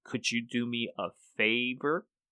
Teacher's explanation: you can hear the rising intonation and yes, no questions